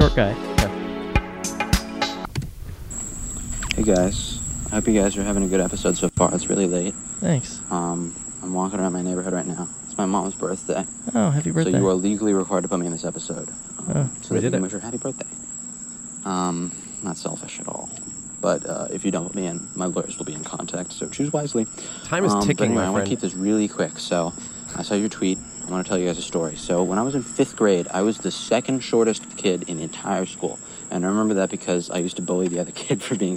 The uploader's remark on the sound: We went to the middle of the desert and played some stories sent in by listeners. Recorded in Joshua Tree National Park, California.